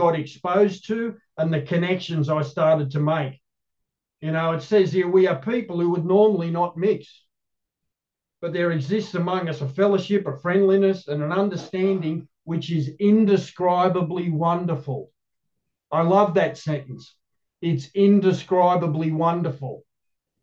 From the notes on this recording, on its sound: The Grace Group Zoom Series in Hattiesburg, MS.